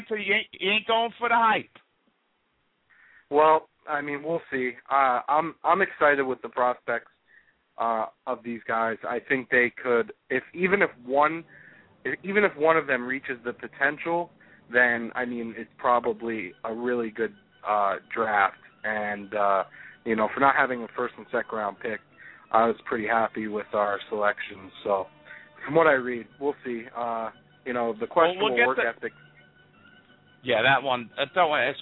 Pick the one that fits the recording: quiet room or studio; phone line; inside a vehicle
phone line